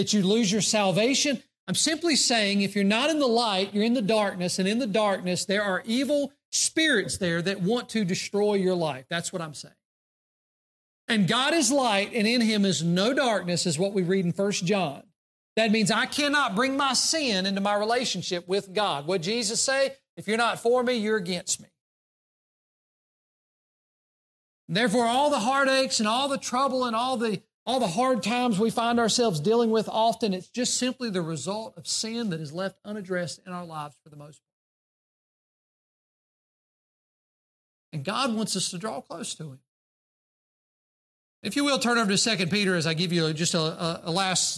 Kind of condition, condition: setting, large echoing room